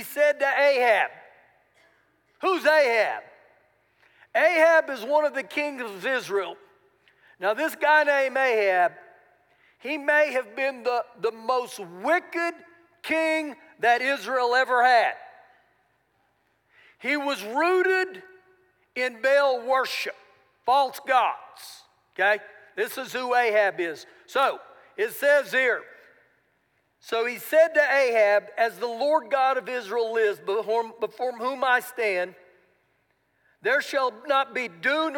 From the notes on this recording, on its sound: Recorded live during our Sunday morning service